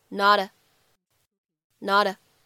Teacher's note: 在美式发音当中啊，存在一个典型的美音的闪音的处理，flapT